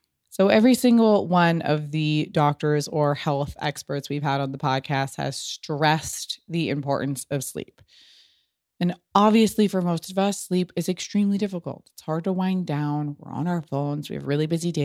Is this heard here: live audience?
no